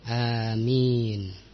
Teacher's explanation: yang paling fasihnya dalam ucapan amin adalah amin bil mad, dengan panjang amin, dengan panjang a-nya, wa takhfifil mim, dan mimnya diringankan, tidak ditasydid. Bukan amin, bukan, tetapi amin dengan mad, amin, dan ringannya huruf mim, artinya tidak ditasydid huruf mimnya.